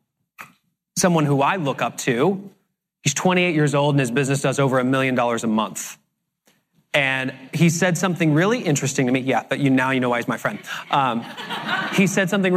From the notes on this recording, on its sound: Today we are sharing the Q&A session that took place after the keynote.